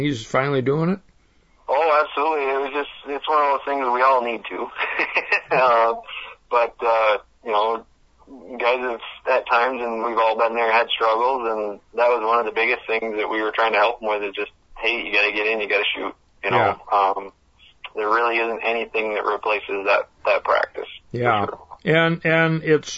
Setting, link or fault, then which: link, phone line